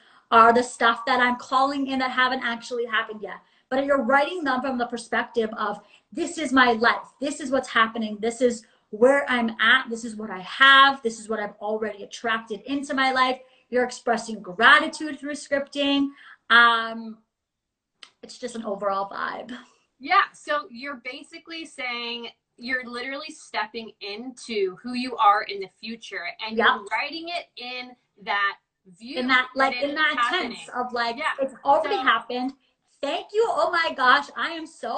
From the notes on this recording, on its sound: a clip from an instagram live interview